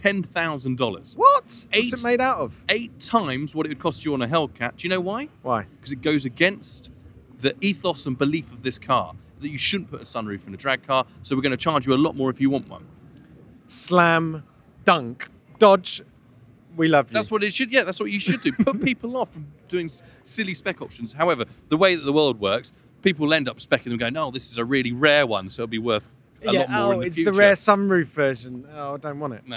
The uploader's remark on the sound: Live From The New York Auto Show! For a stroll around the floor 2023 New York Auto Show.